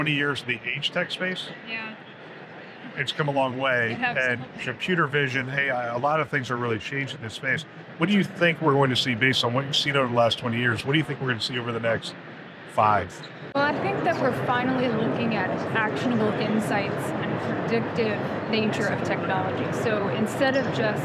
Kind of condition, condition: setting, busy venue